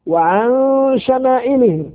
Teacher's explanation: إخفاء لوقوع الشين بعد النون الساكنة، شمائلهم مد متصل حكمه الوجوب لوقوع الهمز بعد حرف المد · مد متصل حكمه الوجوب لوقوع الهمز بعد حرف المد في نفس الكلمة